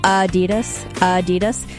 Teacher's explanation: It's supposed to be Adidas, with a slight emphasis on the first syllable